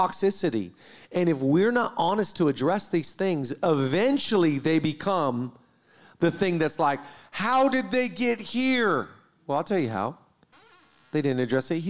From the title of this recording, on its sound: 100th Episode Live Recording